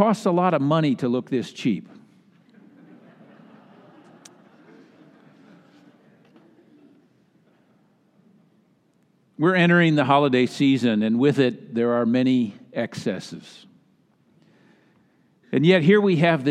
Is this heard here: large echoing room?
yes